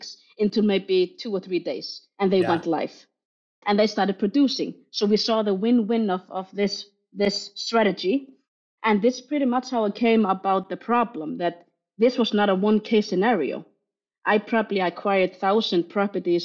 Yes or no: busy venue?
no